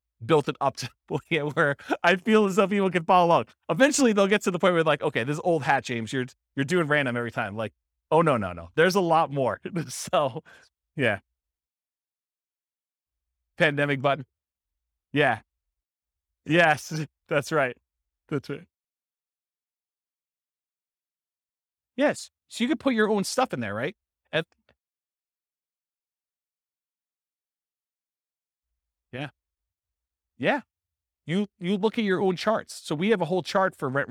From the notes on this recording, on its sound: This was a live class recorded